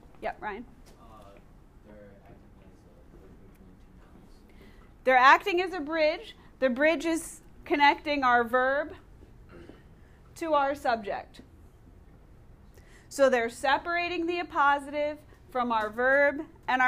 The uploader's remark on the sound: Recorded in class